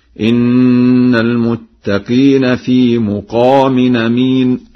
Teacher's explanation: فقد قرأ ورش لفظ مقام بضم الميم